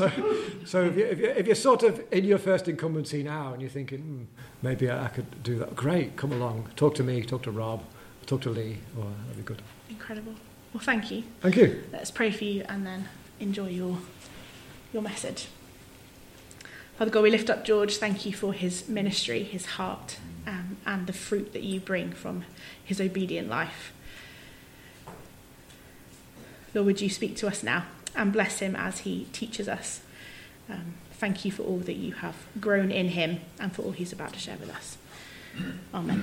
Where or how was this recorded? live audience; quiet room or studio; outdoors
live audience